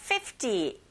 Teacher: 이 숫자는 15과는 달리 앞부분에 강세를 주시면 되죠